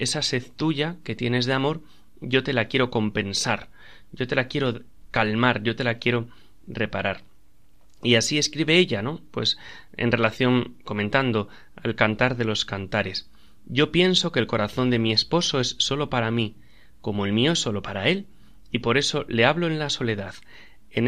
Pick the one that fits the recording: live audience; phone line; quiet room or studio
quiet room or studio